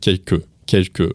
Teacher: We don't say quelque, quelque, we still have an L sound, but it is very much touched upon lightly · Term: very soft L sound